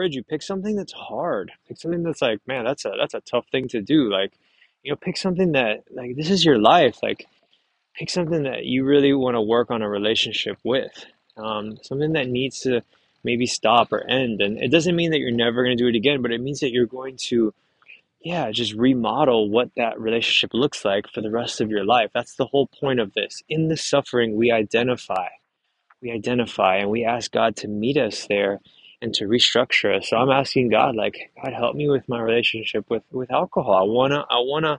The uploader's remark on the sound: Pardon the background noise as I stroll through the Vineyard